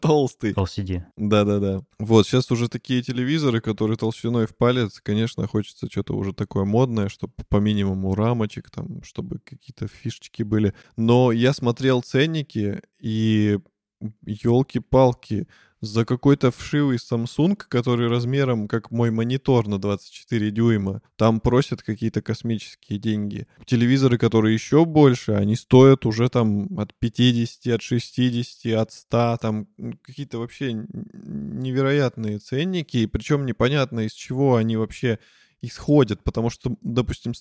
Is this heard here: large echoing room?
no